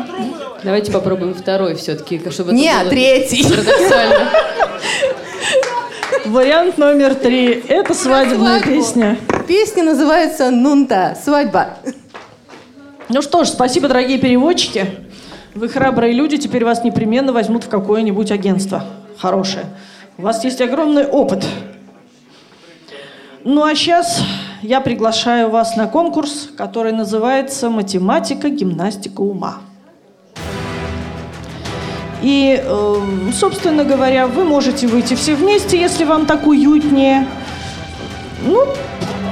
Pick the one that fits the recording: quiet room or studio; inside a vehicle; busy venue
busy venue